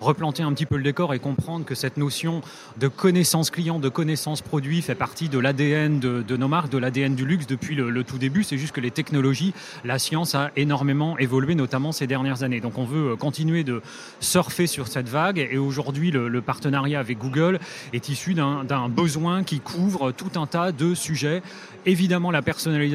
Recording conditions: busy venue